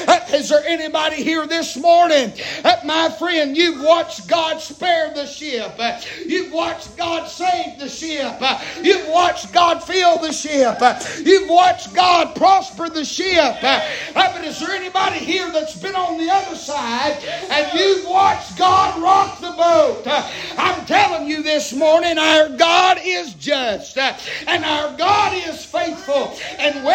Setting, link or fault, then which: setting, large echoing room